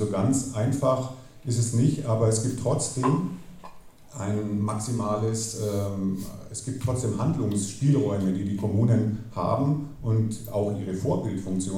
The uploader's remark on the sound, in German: Bayreuther dialoge 2019. War bei der Konferenz mit dem Aufnahmegerät unterwegs, und hat die Stimmung eingefangen.